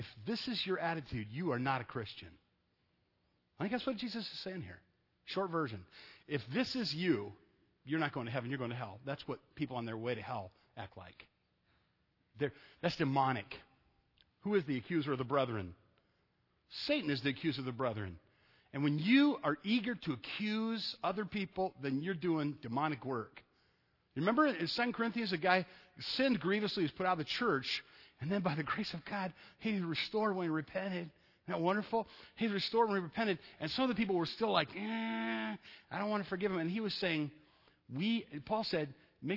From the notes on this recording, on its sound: Sunday night at Evangel I preached a message